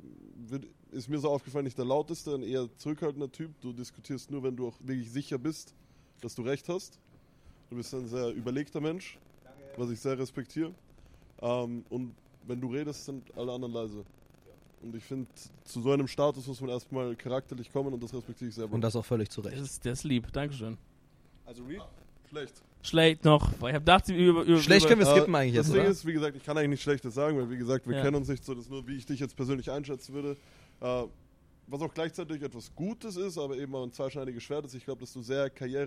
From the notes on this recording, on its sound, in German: OPEN MIC VON DER LAN PARTY. Wir berichten live von der Streamer-LAN und nehmen unseren Podcast auf.